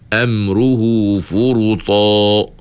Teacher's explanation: Kita baca ta tebal. Amruhu furuta. Ha, bunyi dia tebal.